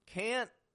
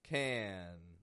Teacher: The difference between them is in that raise of voice and the glottal stop. · Shown in: first take